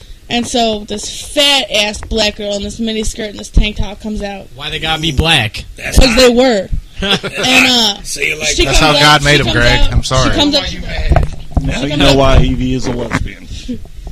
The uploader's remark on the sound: audio is a little uneven due to people not talking directly into their mics